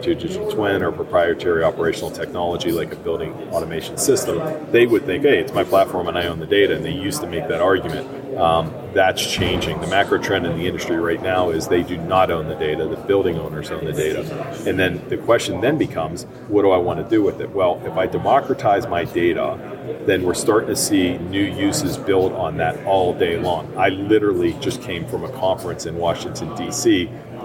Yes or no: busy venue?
yes